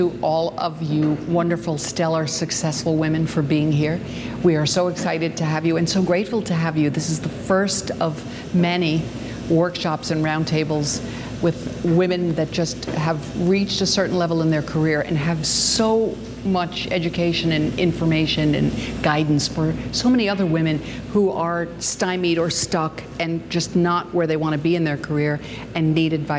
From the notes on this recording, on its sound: This episode features full audio from the event and a distillation of the wisdom and key insights from all of our guests.